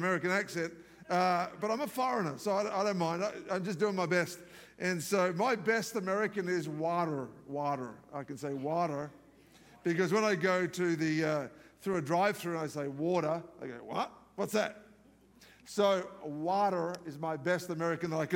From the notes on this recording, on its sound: live from our 10am service at our Alpharetta campus